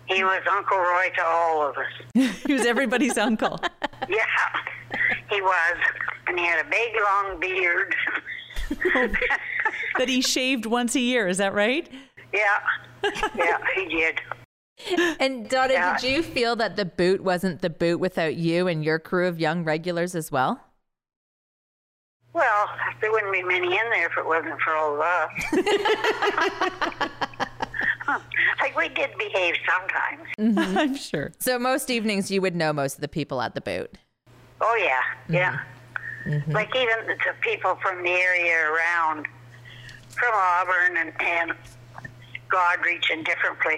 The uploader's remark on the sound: joined by telephone